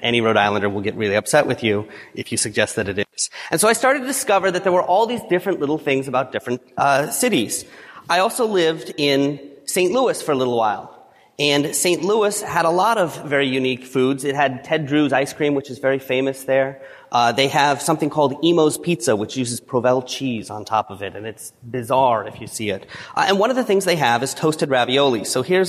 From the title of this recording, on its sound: 2017 FNCE Presentation